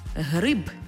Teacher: Якщо ви чуєте «гриб» з дзвінким «б», то й в транскрипції в кінці слова буде «б»